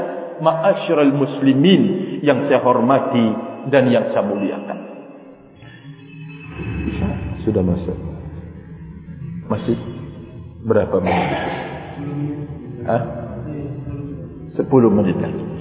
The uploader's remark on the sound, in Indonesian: KAJIAN ISLAM ILMIYAH SUMBAWA BARAT NTB. Masjid NURUL ISLAM (Masjid Kecamatan Maluk, KSB - NTB).